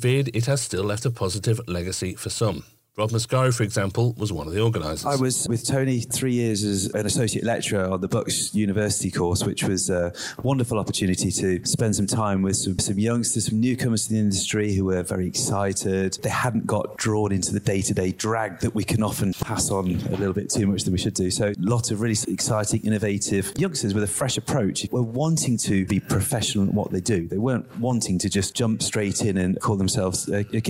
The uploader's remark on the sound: in-depth discussion that took place at the KBSA Conference